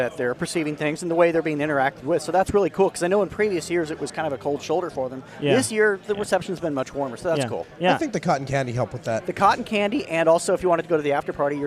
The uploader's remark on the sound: Live from the floor of LinuxFest Northwest 2015